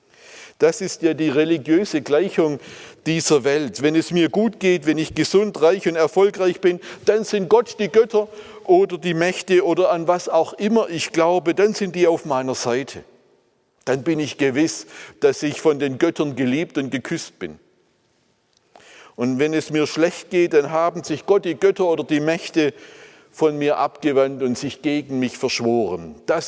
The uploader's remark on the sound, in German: aus dem Gottesdienst der Missionsberg-Gemeinde (Liebenzeller Mission)